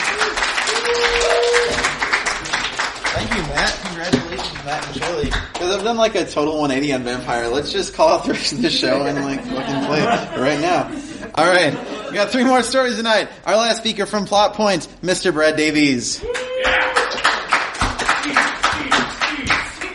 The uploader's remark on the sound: Midwinter Gaming Convention 2015. In Milwaukee, the first time we ever recorded our show outside Chicago!